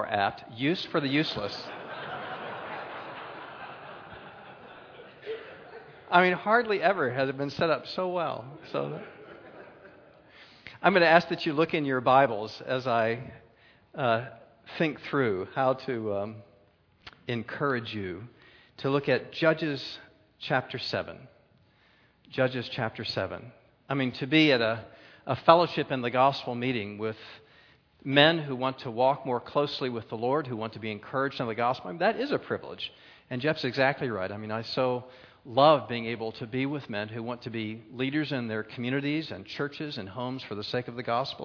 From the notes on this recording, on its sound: a Keynote Session at FG13